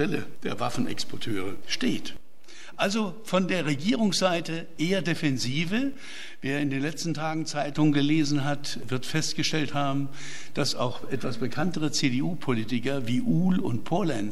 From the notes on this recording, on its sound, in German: Mitschnitt des Referats